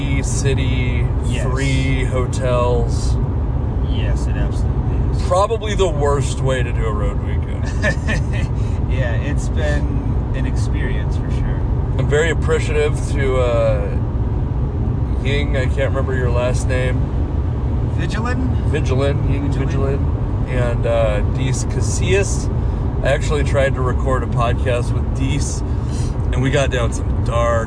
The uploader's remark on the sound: We performed in Pasco, Moses Lake, and Bigfork, Montana, and had some mishaps along the way, including nearly hitting deer on the very drive this podcast was recorded.